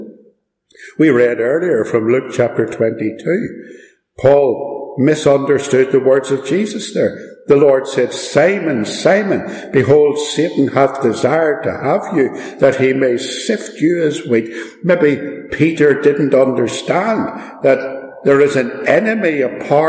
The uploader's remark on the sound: Preached and recorded at Ballymacashon.